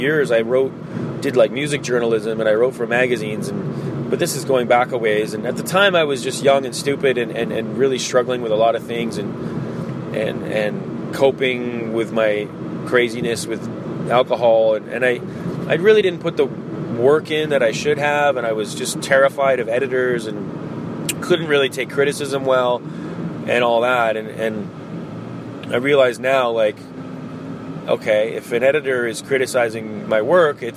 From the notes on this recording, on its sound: This is recorded today in the car. The only chance I had to record was in the car today, so my apologies for the audio!